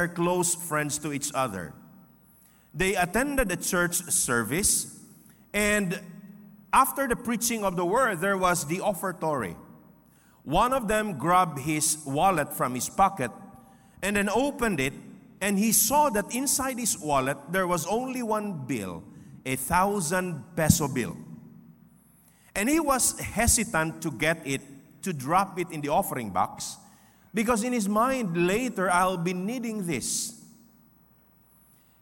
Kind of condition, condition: setting, large echoing room